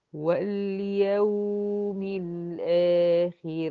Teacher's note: اللام زمنها أقل من زمن الواو الساكنة في كلمة واليوم، عشان دي توسط ودي إيه رخاوة